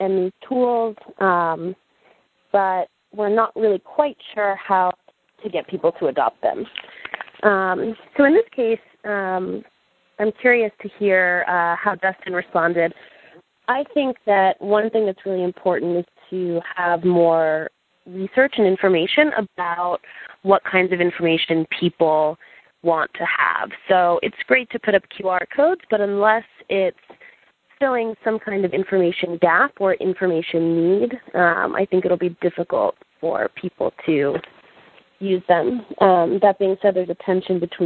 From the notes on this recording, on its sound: The Open Gov conference call series